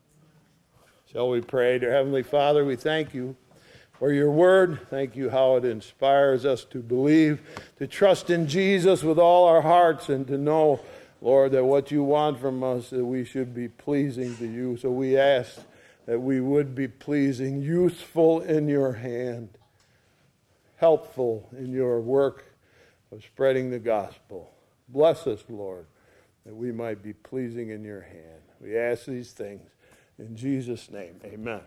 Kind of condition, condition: setting, large echoing room